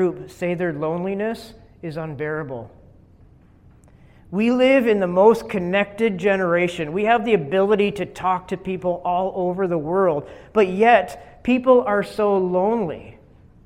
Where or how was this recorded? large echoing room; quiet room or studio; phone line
large echoing room